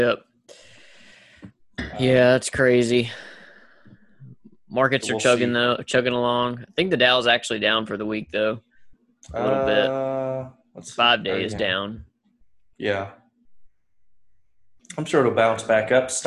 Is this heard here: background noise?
no